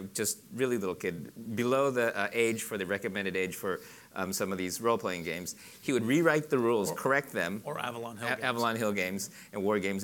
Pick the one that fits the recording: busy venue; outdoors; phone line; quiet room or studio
busy venue